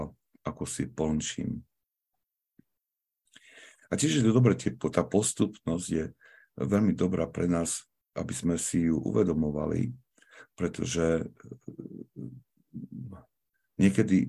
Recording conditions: video call